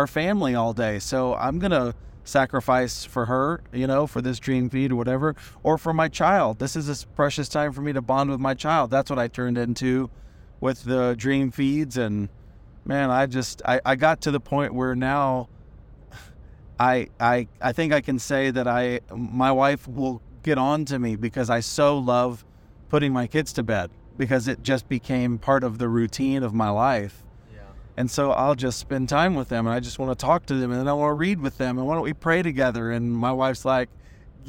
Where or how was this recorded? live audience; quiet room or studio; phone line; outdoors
outdoors